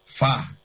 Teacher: Ada huruf fa, nah, itu bibir atas, bibir bawah ketemu dengan gigi atas